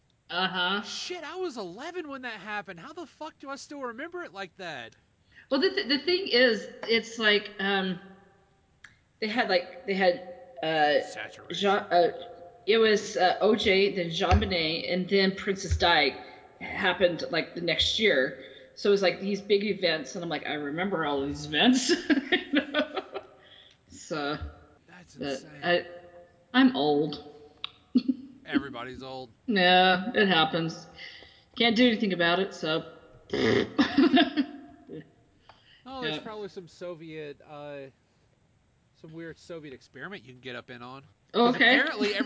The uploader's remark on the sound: Audacity conspired against us, my own audio made a fool of me.